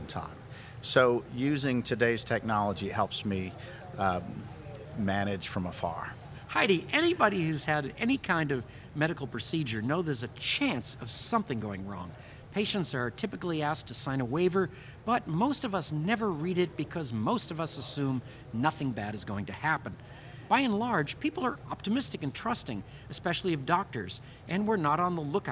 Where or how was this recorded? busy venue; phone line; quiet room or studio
busy venue